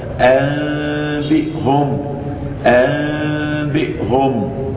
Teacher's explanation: والإخفاء لا يتأتى إلا بانفراج بين الشفتين، فتقول هكذا أنبئهم أنبئهم. إذن الإقلاب ميما مع إخفاء الميم لا يكون بإطباق الشفتين، ولكن بإفراج بينهما